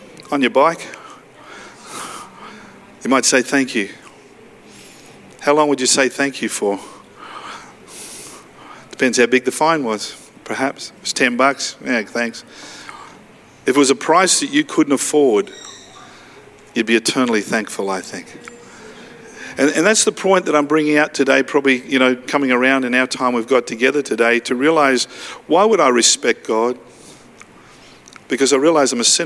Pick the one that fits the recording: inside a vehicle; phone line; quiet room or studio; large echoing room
large echoing room